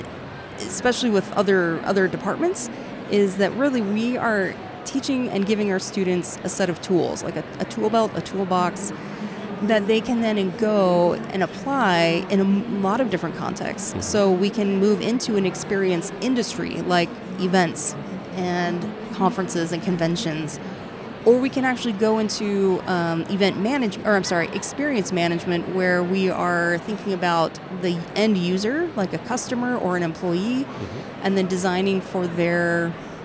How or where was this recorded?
busy venue